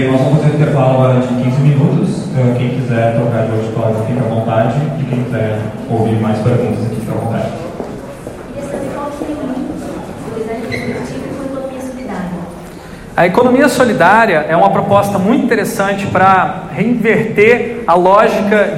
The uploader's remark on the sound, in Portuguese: Grava��o realizada no Festival de Interatividade e Comunica��o (FIC19) , em Porto Alegre. Grava��o realizada no Festival de Interatividade e Comunica��o (FIC19) , em Porto Alegre.